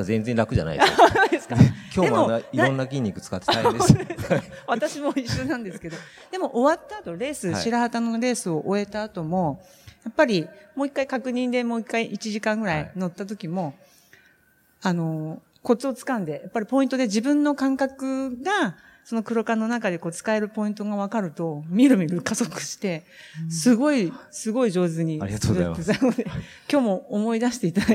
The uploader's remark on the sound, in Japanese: 北海道「丘のまち びえい宮様国際スキーマラソン」大会終了後公開収録にて対談をさせていただきました。